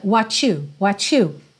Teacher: What you ficou com aquele ch ch